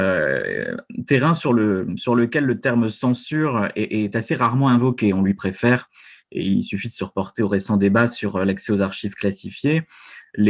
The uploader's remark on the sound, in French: Enregistré sur Zoom le 4 février 2021